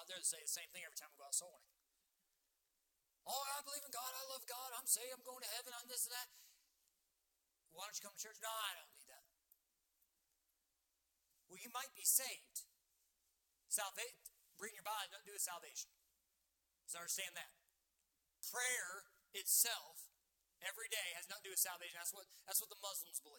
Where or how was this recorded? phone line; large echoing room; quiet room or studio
large echoing room